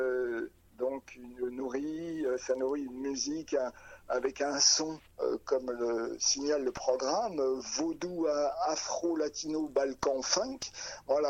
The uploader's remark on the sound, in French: Entretien téléphonique